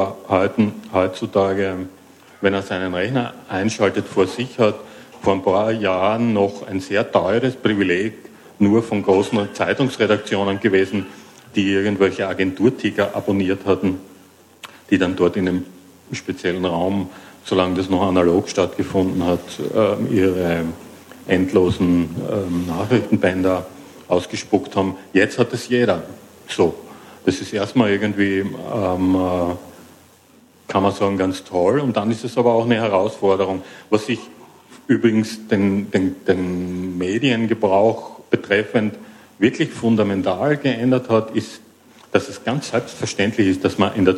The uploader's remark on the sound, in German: Ein Live-Podcast von der re:publica 08 Konferenz in Berlin.